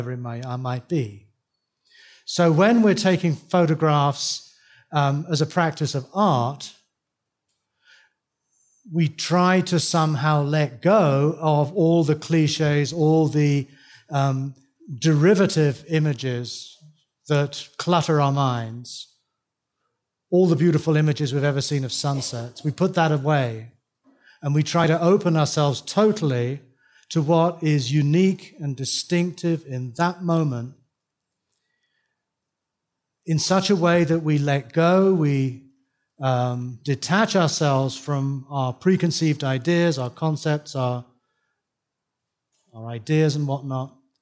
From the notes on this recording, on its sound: Taken from the 2012 Buddhist Geeks Conference.